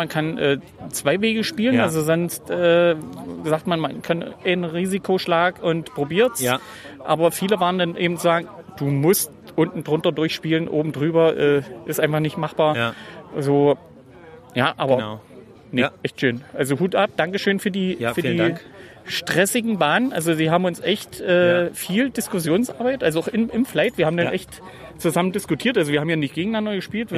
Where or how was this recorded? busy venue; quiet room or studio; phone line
busy venue